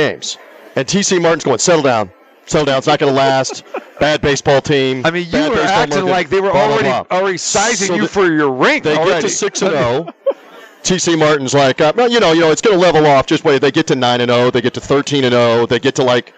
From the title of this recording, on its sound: Live from the Super Book at the Westgate Las Vegas